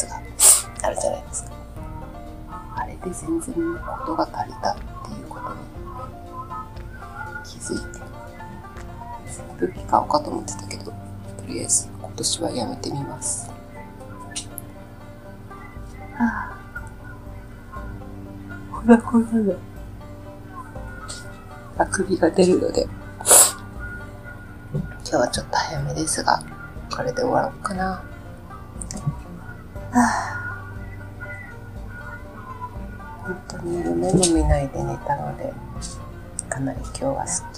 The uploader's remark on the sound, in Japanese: 音声ちょっと悪いかも